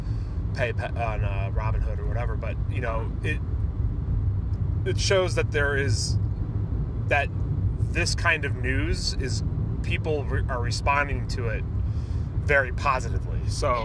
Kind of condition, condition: setting, inside a vehicle